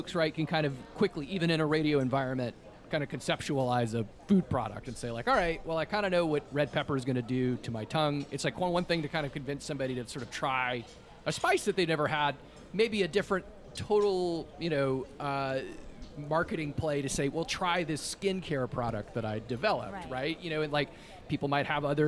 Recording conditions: busy venue